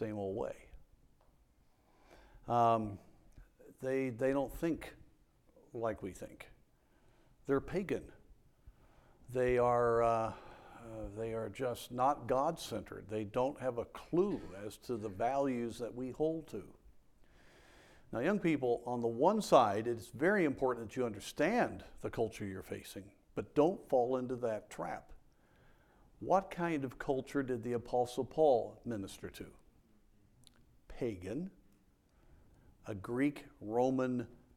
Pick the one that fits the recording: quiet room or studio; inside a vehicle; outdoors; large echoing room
large echoing room